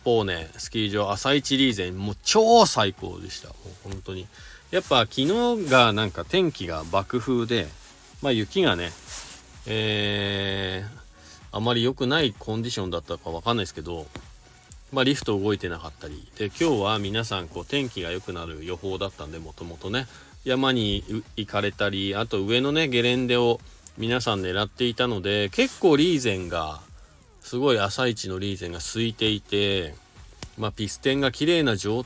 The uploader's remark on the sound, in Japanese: 本日、白馬八方スキー場からの白馬４７スキー場で滑り終了後 車の中から。